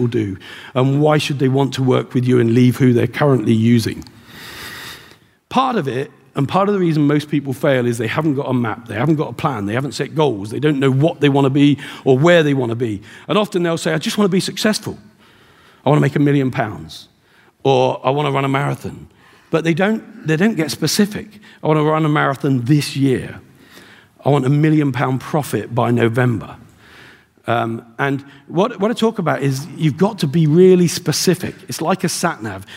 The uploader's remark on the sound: Live from The Wealth Summit in Dublin at The RDS